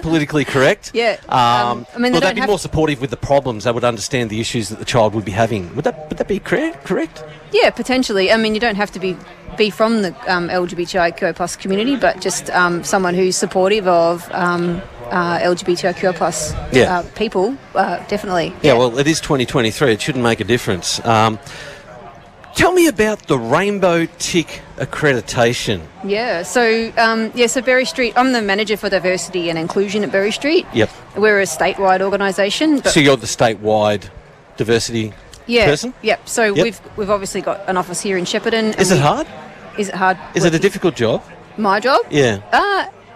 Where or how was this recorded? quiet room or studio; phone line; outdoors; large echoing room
outdoors